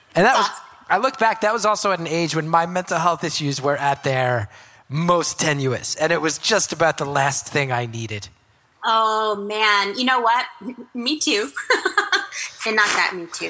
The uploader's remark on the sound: Live from Madison. That haunts Madison's Majestic Theater in front of the live audience.